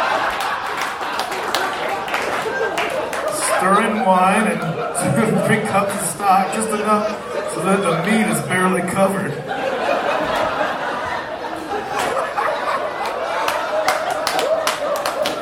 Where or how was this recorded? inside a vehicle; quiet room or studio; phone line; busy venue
busy venue